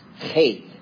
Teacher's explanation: You got to get that guttural sound. It's kind of like a CH in the back of your throat sound.